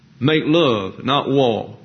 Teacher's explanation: You don't pronounce R's. The final R's in the South are not pronounced, usually not any in the middle.